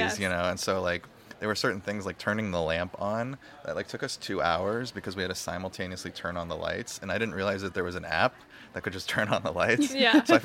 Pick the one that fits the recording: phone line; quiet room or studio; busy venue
busy venue